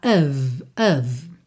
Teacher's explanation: Nem o O tem som de O, nem o F tem som de F, tá? Então, o O fica A, A. E o F, som de V, tá?